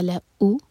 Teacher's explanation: ملأ ایک ایک حرکہ، حمزہ پر cut off sound